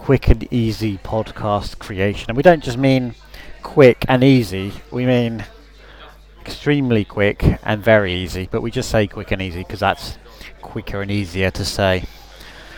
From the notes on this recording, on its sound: Live from a recent Jellycast promotional event.